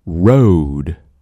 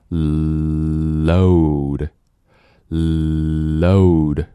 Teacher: 元音前面的时候它又把这个 all 从上走下来,l, l,变成了 l,就 load,口型的起点是一样的，只不过走势不一样。Load,因为它要往下一个元音去滑嘛。Road,则是在卷舌的时候去走。Road,Load,记住, road,舌头舌尖在里面口腔中部的位置，而 load,这个 l,在牙齿后面紧贴着牙根的位置,load。所以啊，如果你之前因为方言的原因 l 和 r 不分，那顺便现在也可以把这个分开了。来尝试区分,road,舌尖在里面,road,舌尖在里面 Load, load,舌尖在前面顶着上齿龈，再来,road, load,很好，等 l 在单词音节末尾的时候发 world,顶上去就可以了，这个音不要再往下走了，来,word